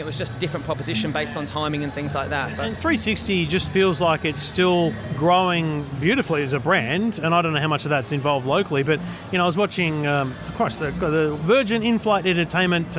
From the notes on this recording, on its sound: Live from CES 2017 in the EFTM Studio